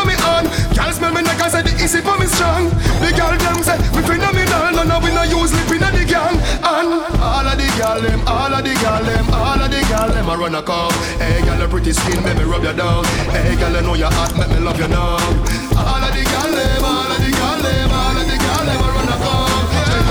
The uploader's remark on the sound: Live Audio recording of my set at Island Saturdays on Jan 7th 2023.